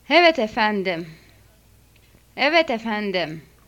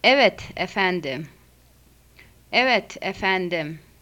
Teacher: Glottal stop. The phrase for yes, sir, using the glottal stop. · Shown in: first take